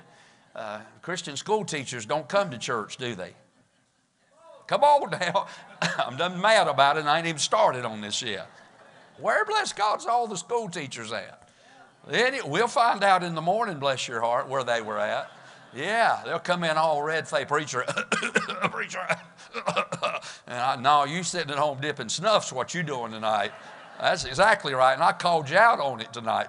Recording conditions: large echoing room